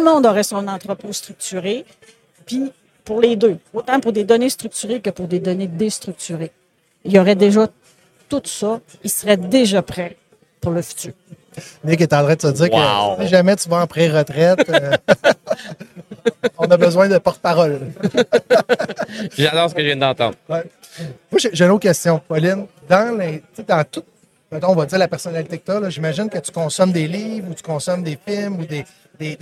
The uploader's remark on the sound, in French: En direct du Transal Saguenay